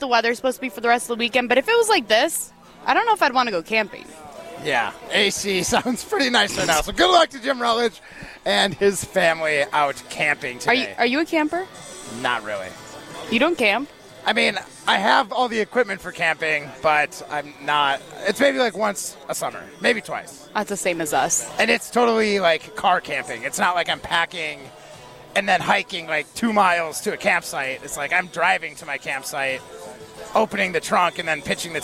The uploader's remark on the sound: live from Lake Windsor Country Club